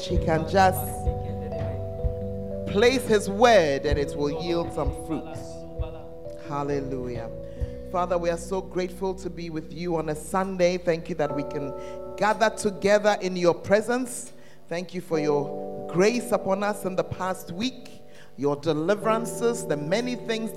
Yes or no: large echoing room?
yes